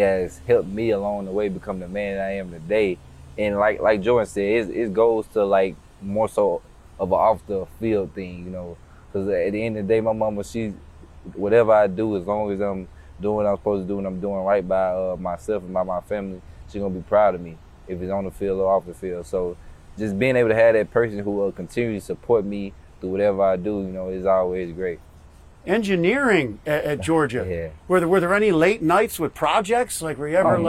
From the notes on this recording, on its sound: outside of the NovaCare Complex at training camp